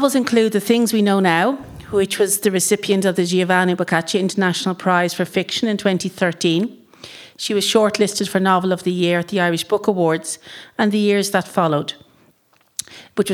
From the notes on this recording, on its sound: Arlen House Book Launch. Recording from Friday 8 April; a bumper book launch celebrating the release of 5 new exciting titles from Arlen House.